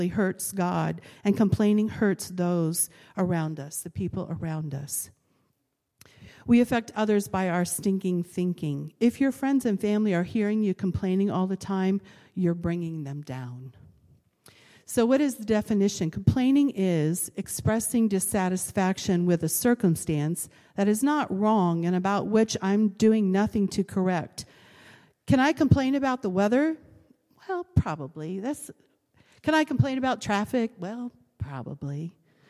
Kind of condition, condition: setting, large echoing room